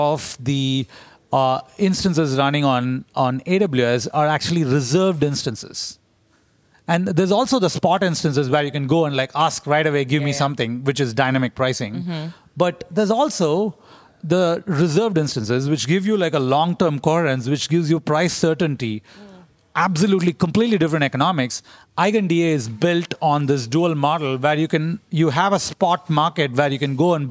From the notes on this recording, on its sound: Spontaneous session recorded at Devconnect 2023 in Istanbul! Spontaneous session recorded at Devconnect 2023 in Istanbul!